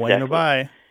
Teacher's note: it's bueno bye with the B barely pronounced